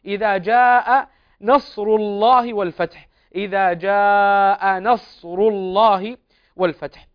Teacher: فالنون مرققة والصاد مفخمة من الدرجة الثانية مع صفيرها